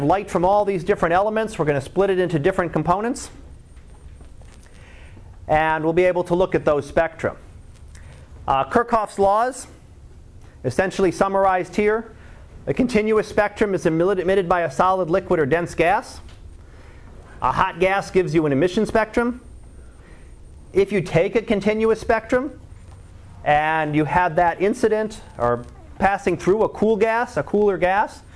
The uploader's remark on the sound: Live Class Lecture